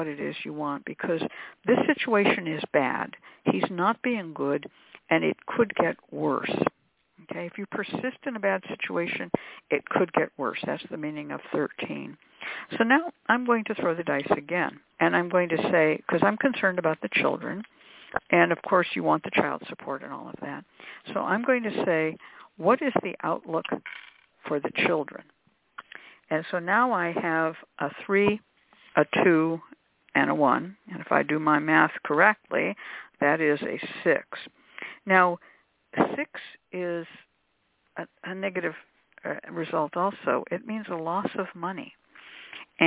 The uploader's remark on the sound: The Lucky Mojo Hoodoo Rootwork Hour is a real, live call-in show where the general public gets a chance to ask about actual problems with love, career, and spiritual protection.